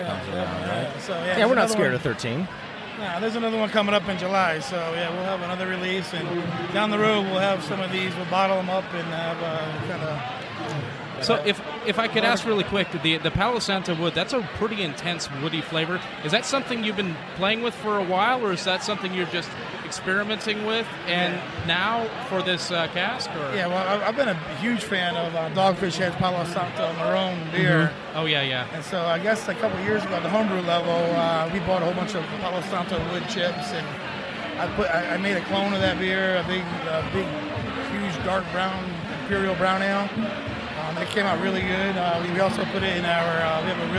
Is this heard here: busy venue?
yes